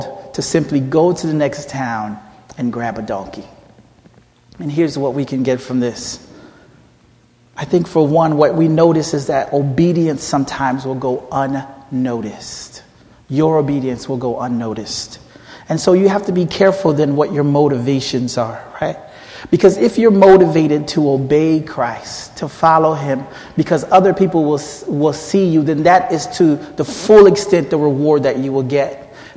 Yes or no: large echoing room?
yes